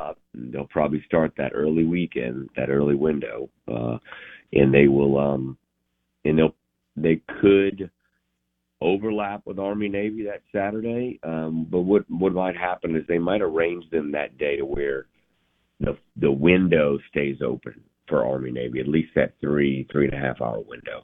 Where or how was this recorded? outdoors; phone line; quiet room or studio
phone line